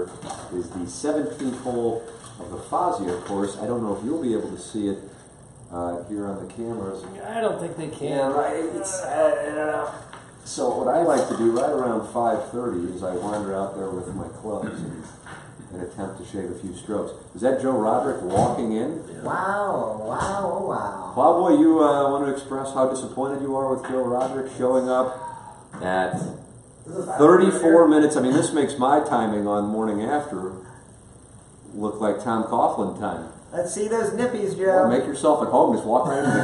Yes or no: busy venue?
yes